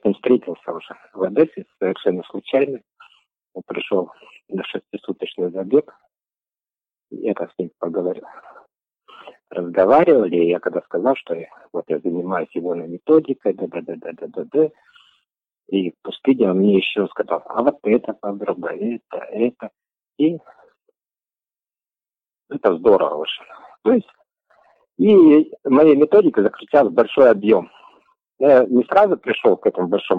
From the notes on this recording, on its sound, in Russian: Интервью мы записывали по телефону, что немного повлияло на качество звука. Даже если местами плохо слышно.